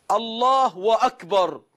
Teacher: بعضهم يشبع ضمة همزة لفظ الجلالة فيقلبها واو فيقول الله وأكبر، كان أنت عملت إلهين.